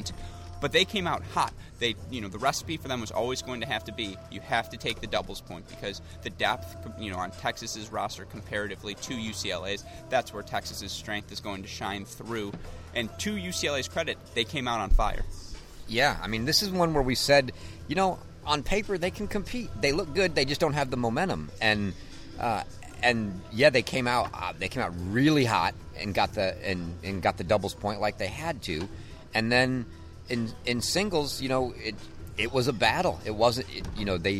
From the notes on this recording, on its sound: come to you live from Wisconsin's Nielsen Tennis Stadium